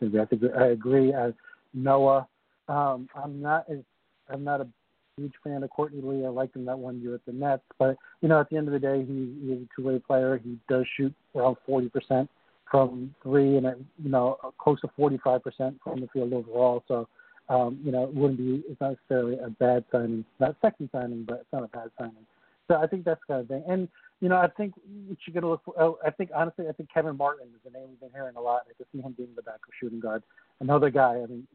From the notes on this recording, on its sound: Tonight we take your phone calls